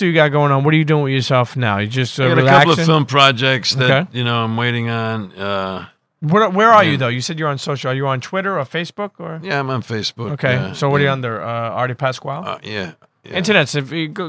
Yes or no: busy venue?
yes